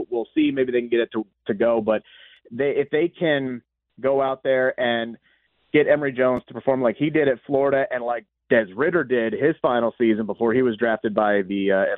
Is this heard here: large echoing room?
no